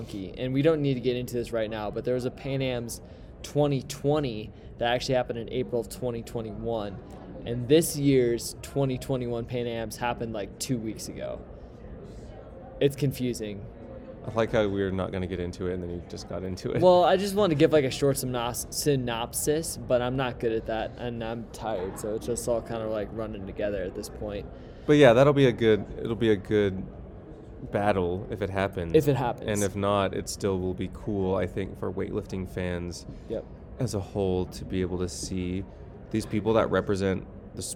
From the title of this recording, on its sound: Live from AO Finals